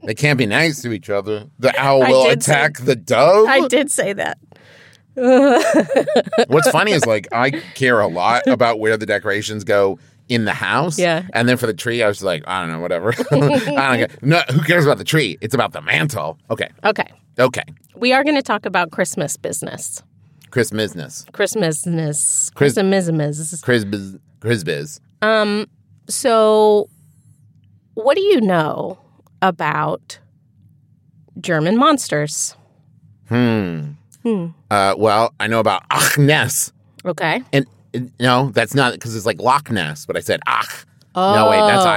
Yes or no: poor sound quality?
no